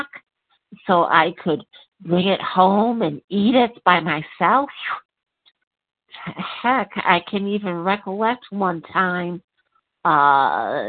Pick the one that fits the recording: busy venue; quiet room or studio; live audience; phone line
phone line